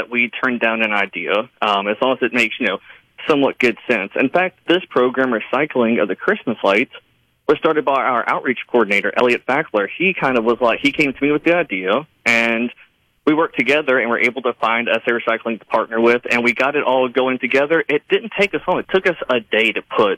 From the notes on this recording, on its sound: Joins the conversation by phone.